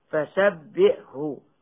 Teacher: مع وسطه، مثال ذلك الحاء مع الهاء بعدها من كلمة فسبحه، فالهاء من أقصى الحلق والحاء من وسط الحلق ولا مخرج فاصلا بينهما · Term: متقاربان